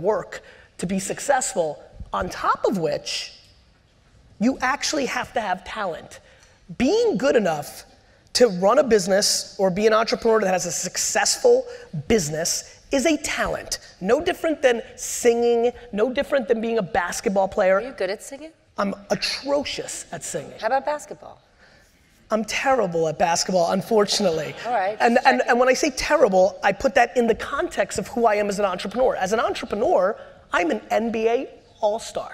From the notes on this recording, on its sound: This was an all-time keynote. At the 92nd St Y.